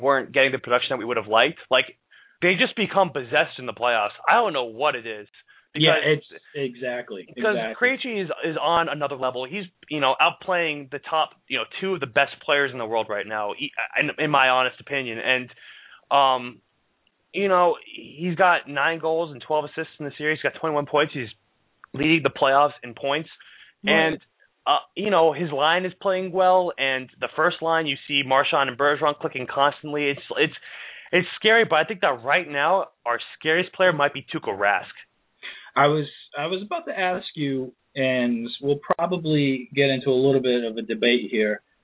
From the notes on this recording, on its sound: Here come's another LIVE episode of Sports Blaggah Radio straight out of Boston! An open forum program where you, the listeners, call in and ask your questions.